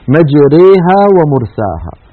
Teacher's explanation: خلط صوت الألف بصوت الياء بنسبة واحدة، يعني 50% ألف 50% ياء، هذا ما يسميه القراء الإمالة الكبرى